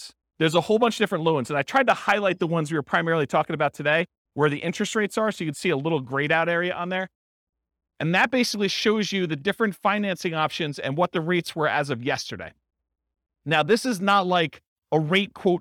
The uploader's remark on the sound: This was a live class recorded